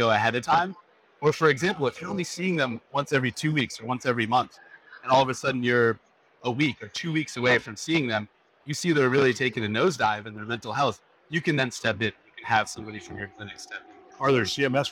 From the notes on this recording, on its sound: Today on the Conference channel, it’s an Interview in Action live from HLTH.